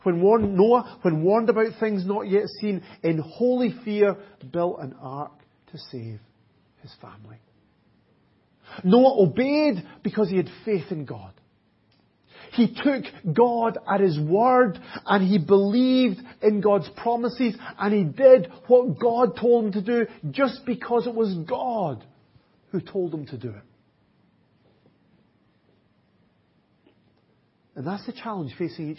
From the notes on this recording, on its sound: Audio recording of the Sunday morning Bible Teaching. At Enniscorthy Christian Fellowship, Enniscorthy, County Wexford, Ireland.